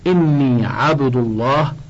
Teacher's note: إن وقعت بعد فتح نحو وعد الله، أو ضم نحو إني عبد الله فخمت